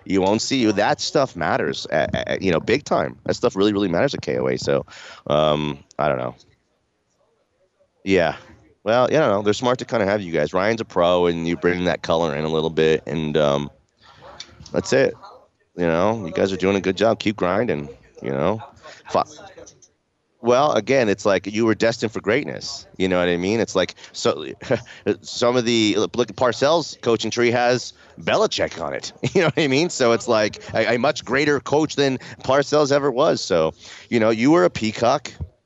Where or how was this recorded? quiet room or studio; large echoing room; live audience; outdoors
outdoors